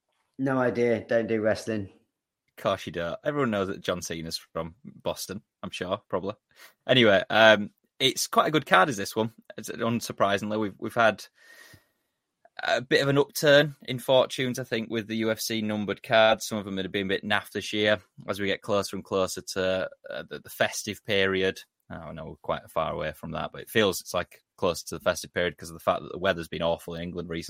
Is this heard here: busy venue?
no